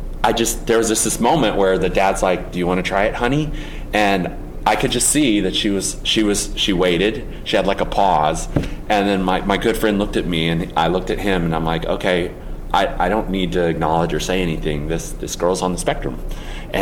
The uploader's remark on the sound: This conversation was recorded during the 2019 Lean Startup Conference in San Francisco